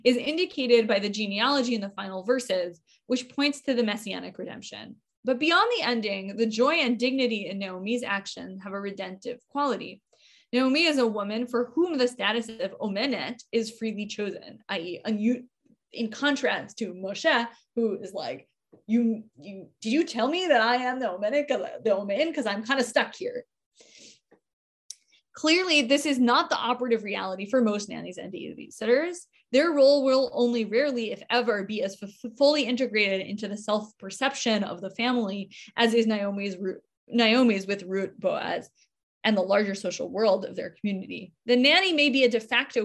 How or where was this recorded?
video call